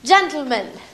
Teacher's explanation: That's exploding the T sound straight into the L sound · Term: lateral plosion